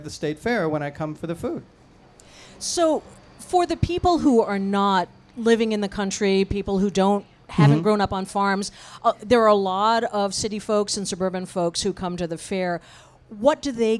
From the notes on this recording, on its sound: Lake Effect Live at the Wisconsin State Fair. Joined us on stage.